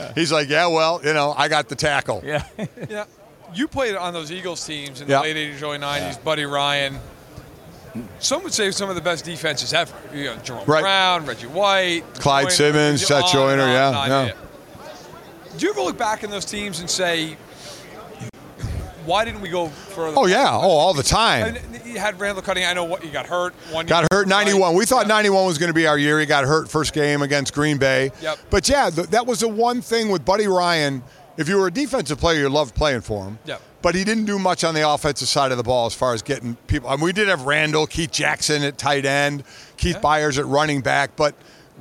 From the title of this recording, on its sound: Live from Super Bowl LVII